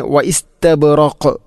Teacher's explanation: ഇനി വ ഇസ്തബ്റഖ് വഖഫ് ചെയ്യുമ്പോൾ ഖാഫിനെ ശരിക്കും എടുത്ത് കാണിക്കണം, കാരണം അത് ഖൽഖലയുടെ അക്ഷരമാണ്, ഖുതുബുജദ് എന്ന ഈ അഞ്ച് അക്ഷരത്തിൽപ്പെട്ടതാണ്.